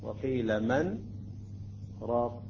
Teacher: لاحظتم السكت، يجب ألا نتنفس من خلال السكت. لا، وقيل من راق بدون أخذ النفس وبدون أن ندغم